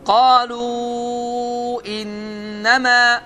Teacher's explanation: Uzatma baş verdi, məddul munfasıl baş verdi